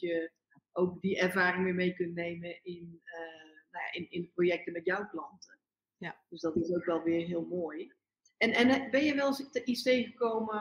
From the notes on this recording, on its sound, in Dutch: opgenomen op 2 verschillende locaties met de bijbehorende wisselende audio-kwaliteit